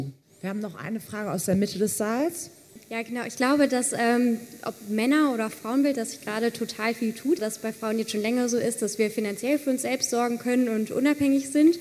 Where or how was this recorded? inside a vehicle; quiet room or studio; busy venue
busy venue